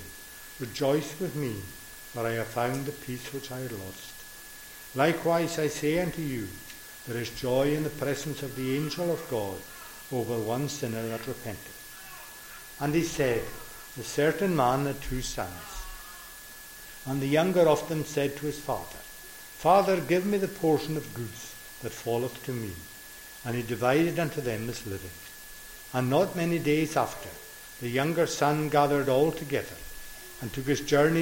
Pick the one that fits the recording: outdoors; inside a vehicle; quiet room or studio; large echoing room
large echoing room